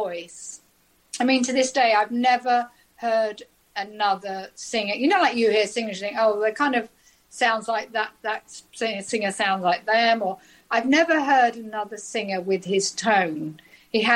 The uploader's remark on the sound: On the Zoom with the pair of them.